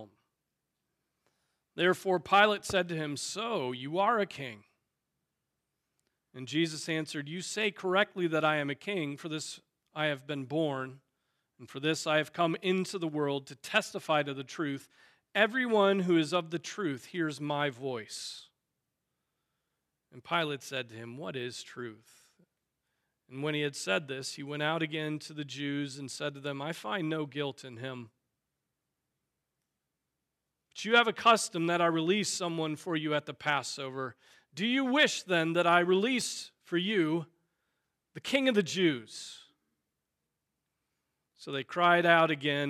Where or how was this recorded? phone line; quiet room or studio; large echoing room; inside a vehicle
large echoing room